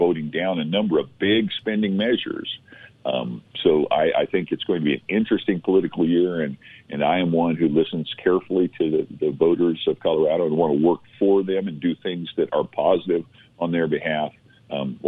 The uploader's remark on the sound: by phone